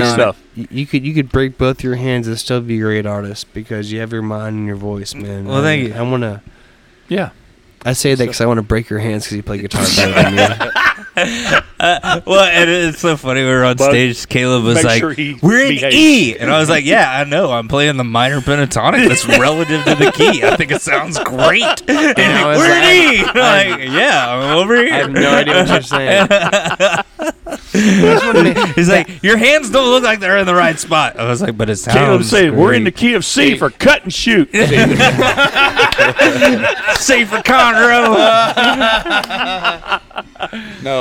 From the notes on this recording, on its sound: Recorded at the Pacific Yard House in downtown Conroe, Texas! Recorded at the Pacific Yard House in downtown Conroe, Texas!